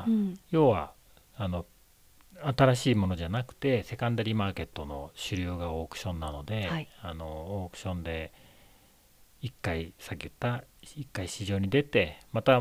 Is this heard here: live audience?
no